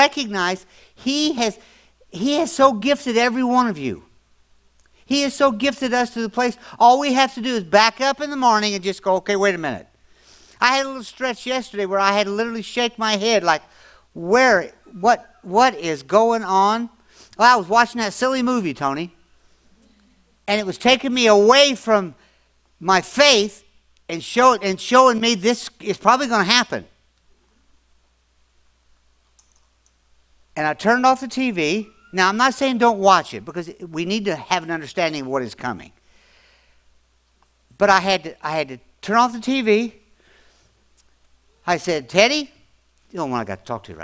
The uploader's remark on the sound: audio podcast from December 24, 2024 at Grace Church in Chester Illinois